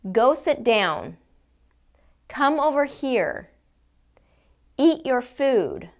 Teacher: Do you hear that falling pitch at the end? Falling intonation in statements sounds like this.